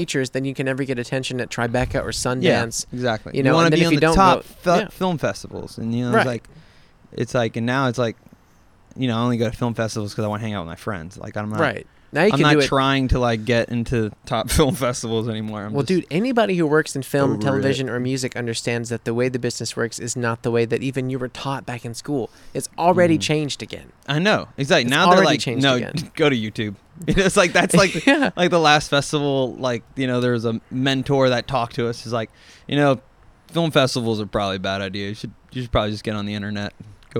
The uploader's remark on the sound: Sit outside on a hot New Orleans night and share a drink or 8.